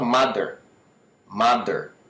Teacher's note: Qual o som que a gente gosta de colocar no lugar do TH? O D. Né? Então a gente fala mother.